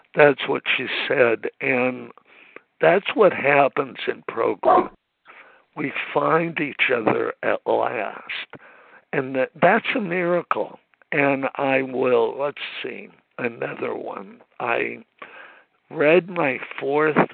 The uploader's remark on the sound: 100 Pounders Phone Meeting